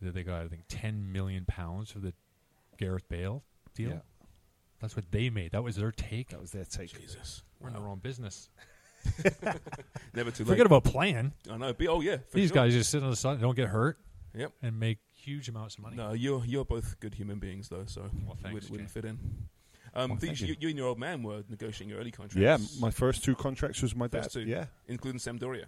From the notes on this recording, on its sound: On location this week at one of our favourite establishments in downtown Toronto as we celebrate Family Day.